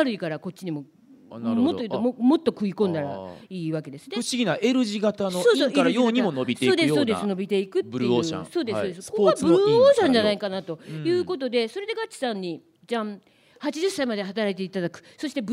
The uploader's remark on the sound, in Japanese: 公開収録。